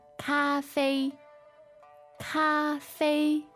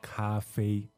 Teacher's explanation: So that's two first tones